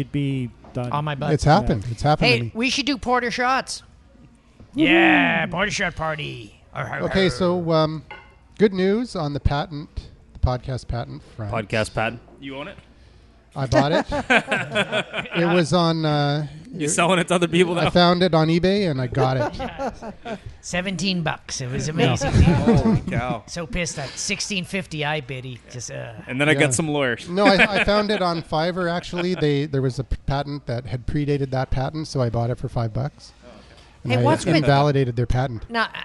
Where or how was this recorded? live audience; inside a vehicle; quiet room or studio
live audience